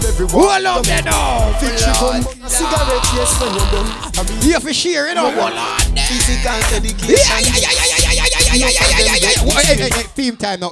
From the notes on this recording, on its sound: Day & Night Fish Fry Cookout - Live Audio in Bronx New York